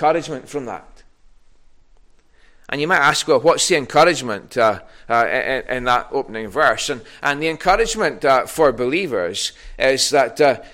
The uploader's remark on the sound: recorded at North Harris Free Church on Sunday morning 23rd January 2022.